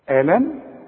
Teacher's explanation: الميم ساكنه عليها السكون ما فيهاش غنه